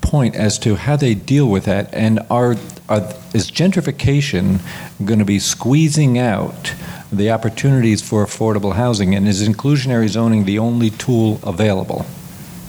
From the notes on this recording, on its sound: Recorded at the New Jersey Performing Arts Center on October 14, 2016.